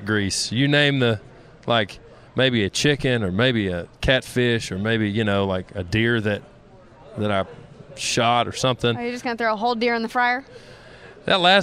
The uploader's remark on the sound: CMA Awards Backstage Interviews.